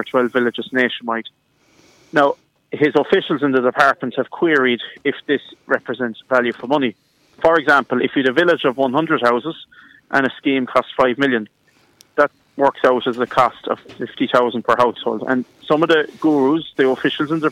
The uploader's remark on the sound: On the phone. Broadcast live from the SBCR studio at the Derg Active Alliance building.